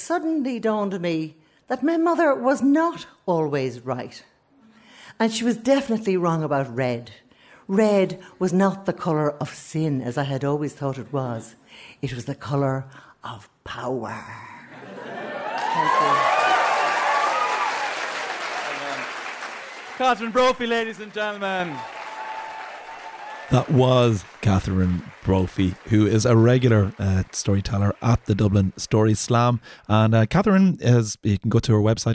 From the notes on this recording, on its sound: stories recorded onstage at The Dublin Story Slam